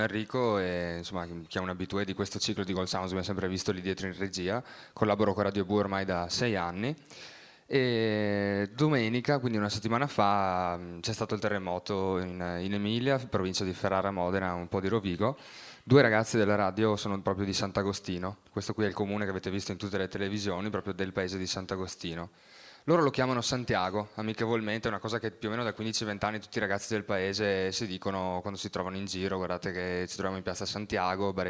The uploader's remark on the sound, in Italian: All'Osteria di Fuori Porta di Padova il 27 maggio 2012 e trasmesso in diretta da Radio Bue, la radio dell'Università degli studi di Padova.